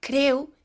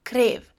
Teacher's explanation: pronouncing u instead of v in the middle at the end of the word · Shown in: first take · so creu instead of krev, blood.